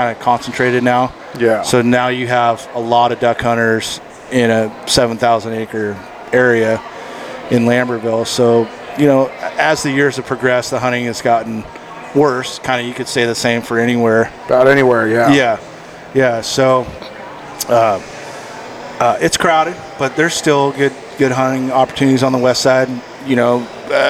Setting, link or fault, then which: setting, busy venue